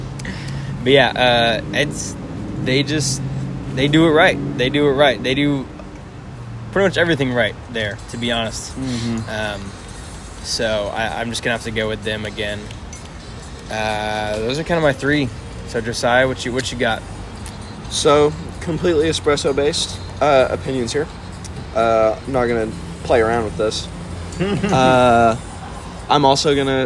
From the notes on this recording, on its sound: On a little visit to DFW the boys met up at Pax and Beneficia coffee in Irving Texas. Though some background noise.